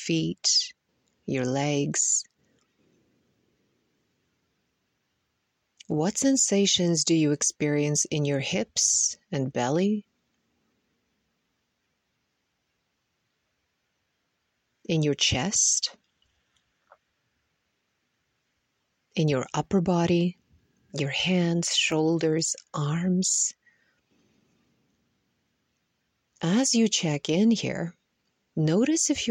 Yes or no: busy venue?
no